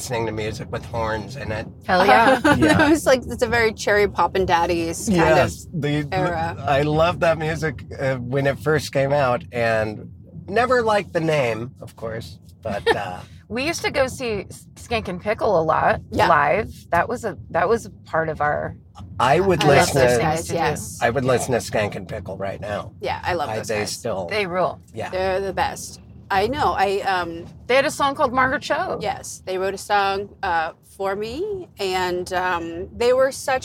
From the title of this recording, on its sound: In the Car